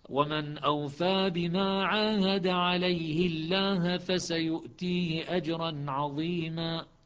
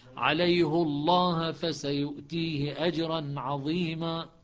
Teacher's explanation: يترتب على كسر الهاء ترقيق لام لفظ الجلالة بالنسبة لشعبة، ويترتب على ضم حفص تفخيم لام لفظ الجلالة